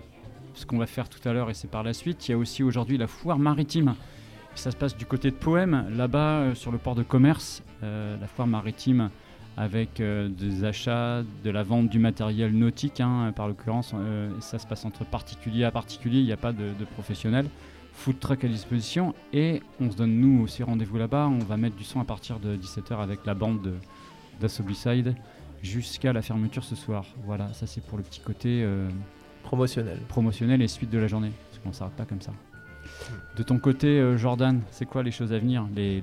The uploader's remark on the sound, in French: Emission en direct de Maja café-Brocante.